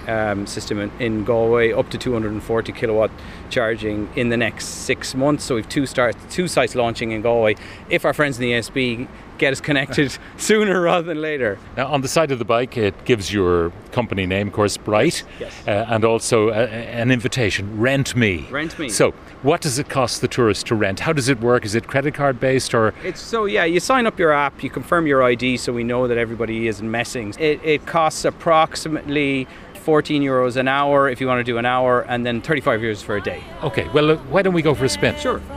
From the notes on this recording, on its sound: As we broadcasted live from The Galmont Hotel in Galway